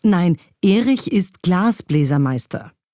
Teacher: Wenn jemand als Reaktion sagt, nein, Erich ist Glasbläsermeister, dann hat Glas die Vollschwere, da ist die Vollbetonung drauf